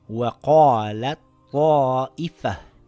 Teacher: The ta gets dropped · Term: idgham